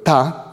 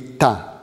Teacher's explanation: par exemple, dans cet article, les auteurs montrent qu'à six mois, les bébés anglophones, donc les bébés exposés à l'anglais, sont sensibles à l'opposition entre ta, avec T dental, et ta, avec T rétroflexe, donc avec la pointe de la langue tout petit peu euh, en arrière · Shown in: second take